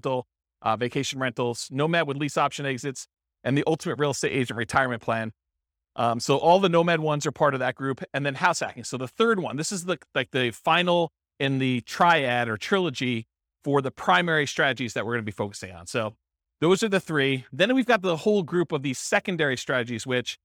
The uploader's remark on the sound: This was a live class recorded